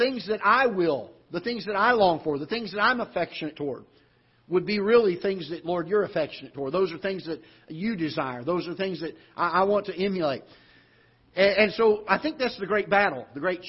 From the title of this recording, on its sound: Ketha Heights Baptist Church ~ Live Broadcast